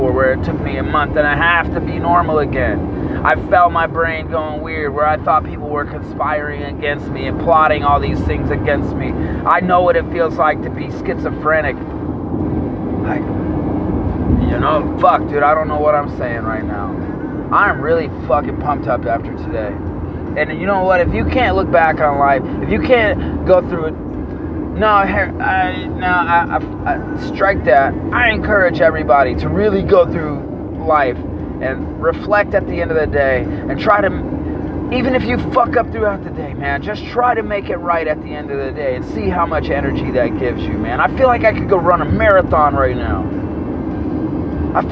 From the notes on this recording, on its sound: Please excuse the road noise.